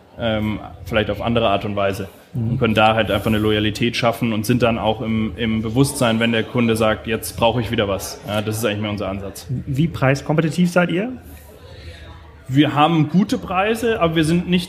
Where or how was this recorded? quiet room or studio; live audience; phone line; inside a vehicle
live audience